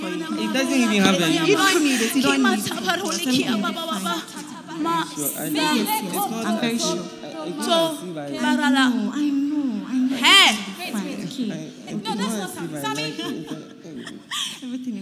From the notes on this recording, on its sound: Preached At The First Love Centre, Accra, Ghana